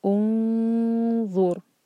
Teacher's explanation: तो इसलिए हम यहाँ पढ़ेंगे ओंज़ुर नून की आवाज़ को छुपाएंगे नून के मखरज को टच नहीं करेंगे और मुंह भर कर ज़ा पढ़ेंगे